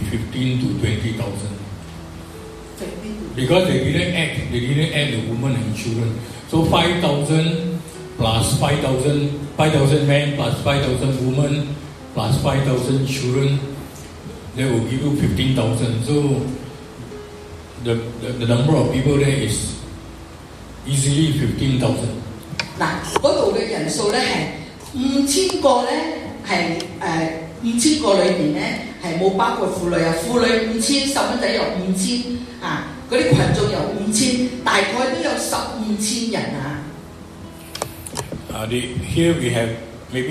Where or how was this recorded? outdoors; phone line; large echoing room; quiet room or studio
large echoing room